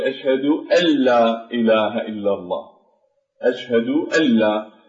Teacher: فيبدل مجرى الأنف إلى الفم في النون وتشدد اللام وتدغم